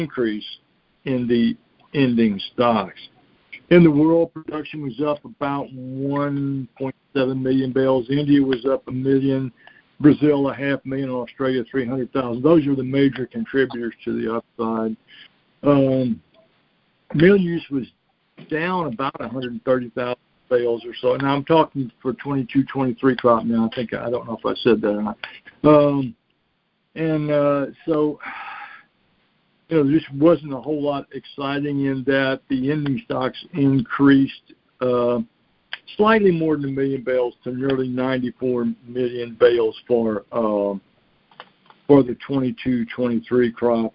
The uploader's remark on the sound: Monthly Cotton Conference Call.